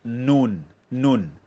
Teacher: Dia di bawah sikit daripada makhraj huruf lam.